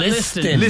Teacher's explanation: You don't hit no T in listen.